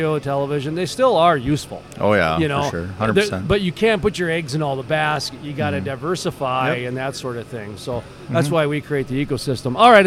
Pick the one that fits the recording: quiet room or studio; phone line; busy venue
busy venue